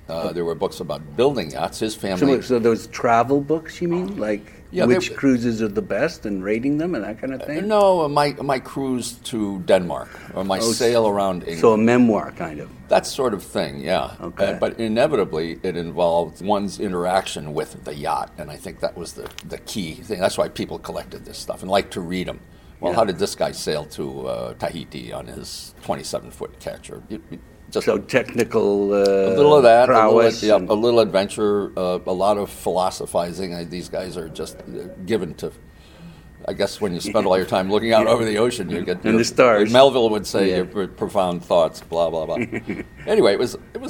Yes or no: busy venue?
yes